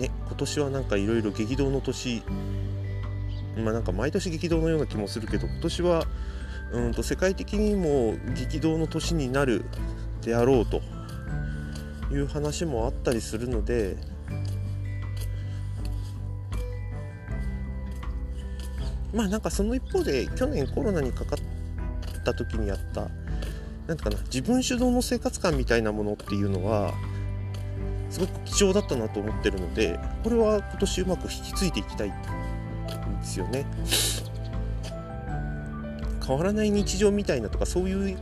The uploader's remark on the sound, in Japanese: をのんびり歩きながらしゃべってみました。